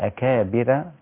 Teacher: الراء هنا مرققة لأن ورش لا يعتمد حركة الراء بل يعتمد الحركة حركة الحرف الذي قبله، فإن كان مكسورا رققت الراء.